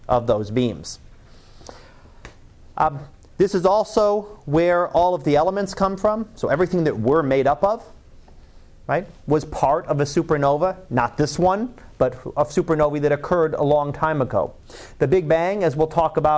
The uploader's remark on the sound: Live Class Lecture